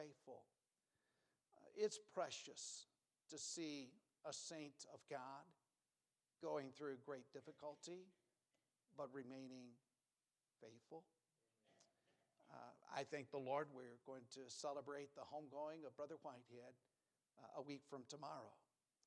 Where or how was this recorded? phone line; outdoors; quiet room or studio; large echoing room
large echoing room